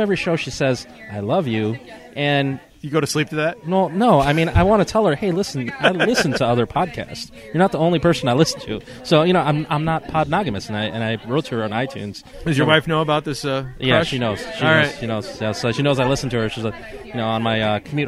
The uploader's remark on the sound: Live at the 2015 TCA Doubles Tournament. Broadcast live at the TCA Doubles Tournament.